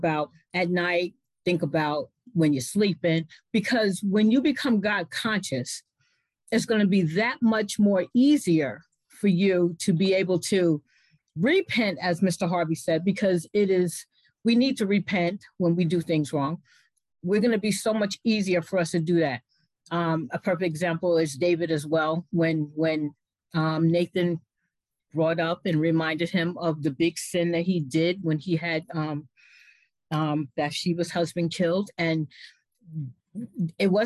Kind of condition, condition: link, video call